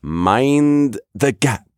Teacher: There's that long mind and then the gap comes quick. · Term: cadence